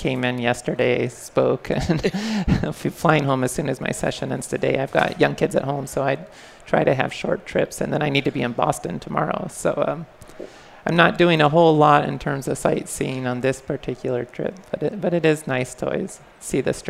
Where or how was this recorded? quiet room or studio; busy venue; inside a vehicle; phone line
busy venue